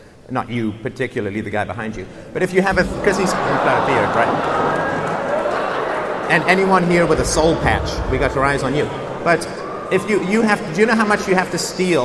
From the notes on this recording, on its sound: at the World Affairs Conference at Upper Canada College on February 4, 2014